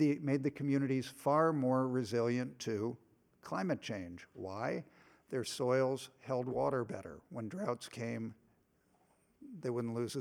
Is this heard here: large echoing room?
yes